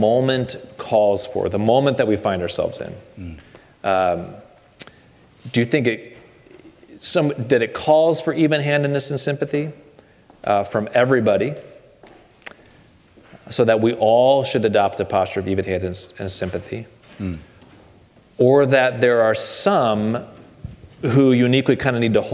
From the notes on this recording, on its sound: In this talk at the 2022 Center for Pastor Theologians Conference